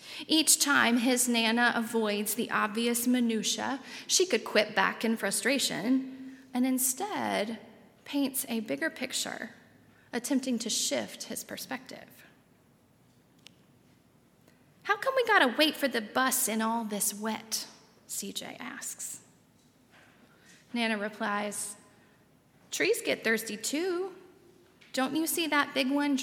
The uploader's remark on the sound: at Highland Baptist Church